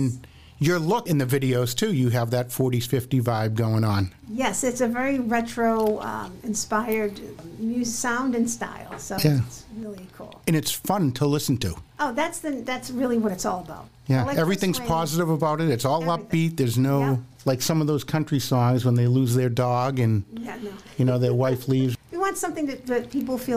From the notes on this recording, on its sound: With members of her rehab team and a reporter from the Boston Globe in the room. Took to the stage at Johnny D's Uptown Restaurant and Lounge in Somerville. The featured singer on the bill for Chick Singer Night.